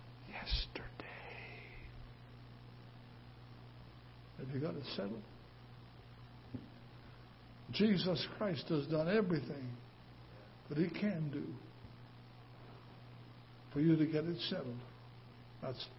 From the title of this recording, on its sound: Ketha Heights Baptist Church ~ Live Broadcast